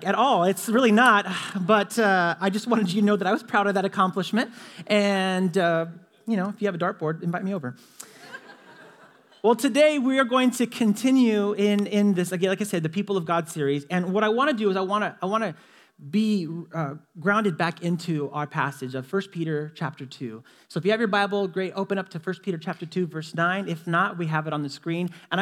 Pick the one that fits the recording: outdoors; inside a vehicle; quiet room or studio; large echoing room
large echoing room